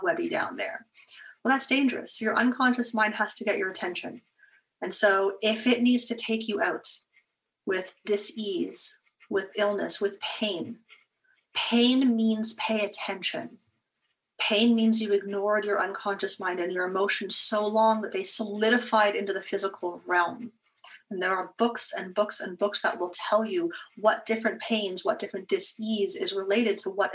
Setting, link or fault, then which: link, video call